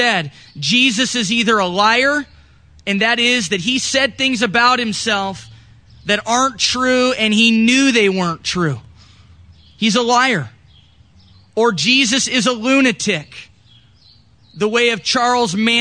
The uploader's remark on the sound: This recording was done during our church in the park, July 5th.